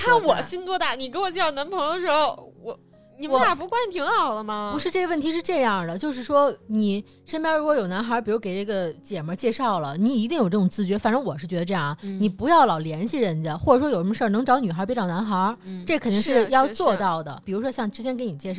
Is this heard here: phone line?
no